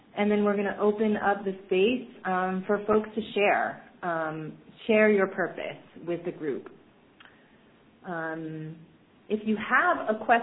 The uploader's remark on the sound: Rockwood hosted a conference call for alums and community members